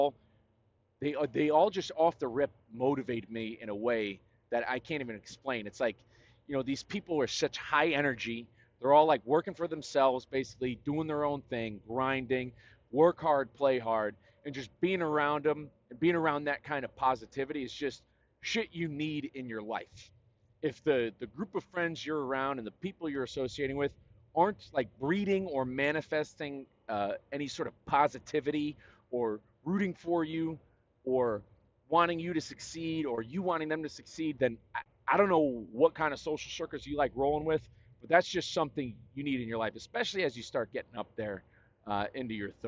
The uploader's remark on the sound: Talk more winter scaries on I-40 in New Mexico. Share more of what goes on inside this old brain of mine while I’m driving.